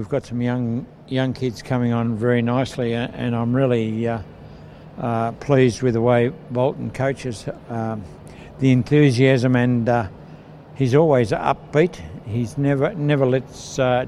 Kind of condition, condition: setting, busy venue